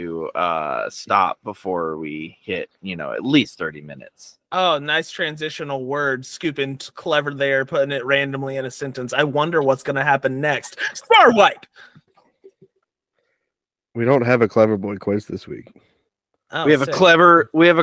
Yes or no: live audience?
no